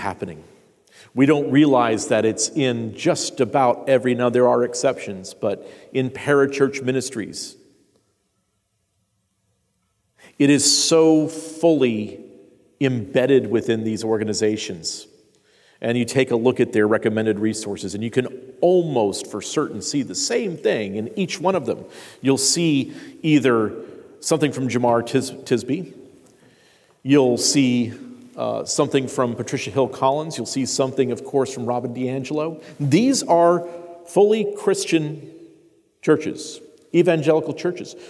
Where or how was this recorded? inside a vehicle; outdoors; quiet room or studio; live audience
live audience